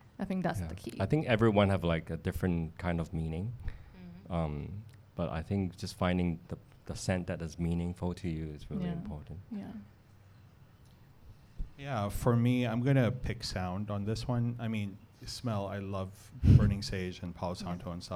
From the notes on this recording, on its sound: Recorded before a live audience. At Rosewood Hong Kong.